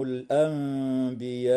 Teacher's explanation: النون الساكنة في كلمة الأنبياء وقعت قبل حرف الباء، فحكمها الإقلاب مع الغنة والإخفاء، ولا يخفى نوع المد ومقداره في هذه الكلمة.